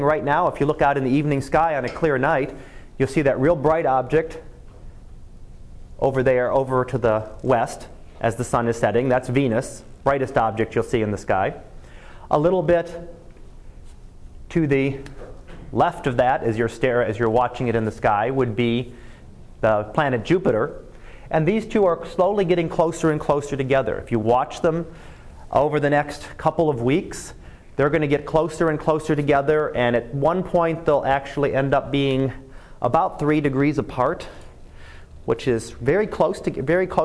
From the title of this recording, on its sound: Live Class Lecture